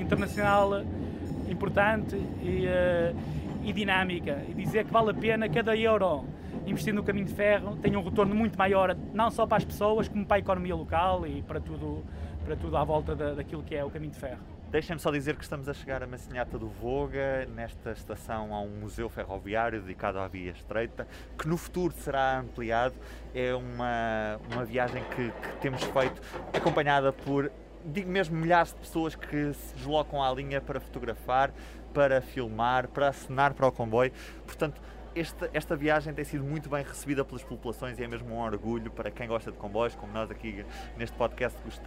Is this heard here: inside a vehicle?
yes